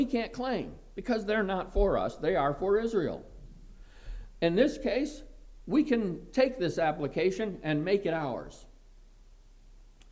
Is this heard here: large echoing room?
yes